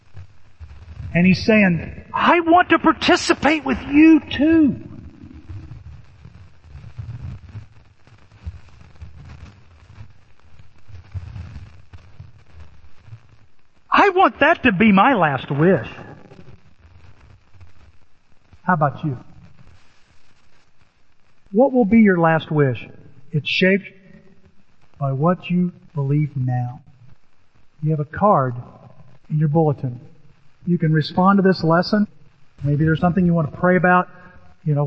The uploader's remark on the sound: Apologies for poor sound quality